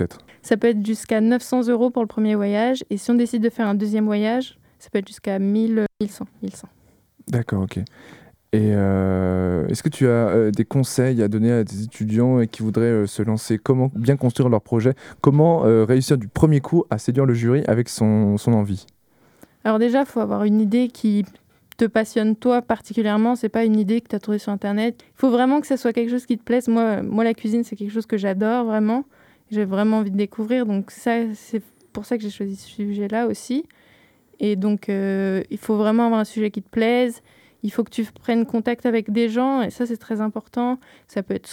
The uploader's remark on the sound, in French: discuter avec eux par téléphone pendant qu’ils étaient sur une plage